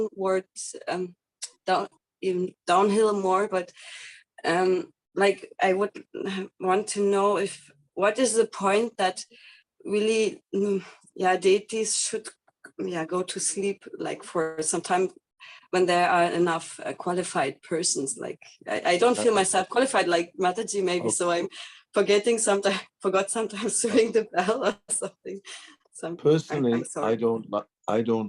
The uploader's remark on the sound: Zoom Meeting